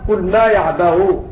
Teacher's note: الوجه الثاني التسهيل بين لأن الهمزة مضمومة وقبلها فتحة، فنقف هكذا قل ما يعبأ.